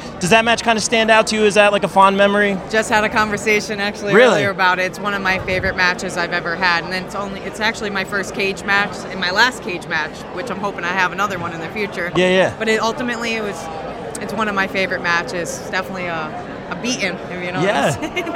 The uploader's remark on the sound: joins the show LIVE from Wrestlebash 22 courtesy of Parker Kane Promotions